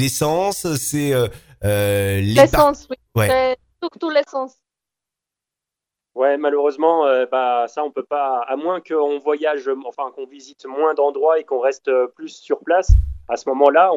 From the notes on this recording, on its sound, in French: J'ai eu la chance d'avoir par téléphone